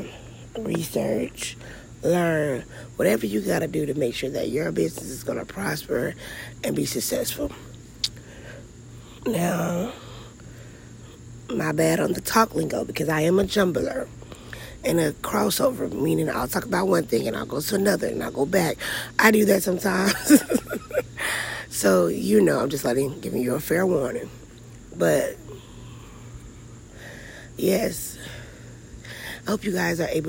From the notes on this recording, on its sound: Just outside at the end of the driveway having a little me time.